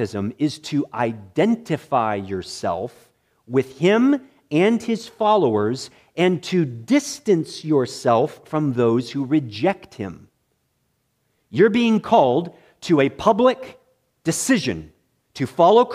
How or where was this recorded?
large echoing room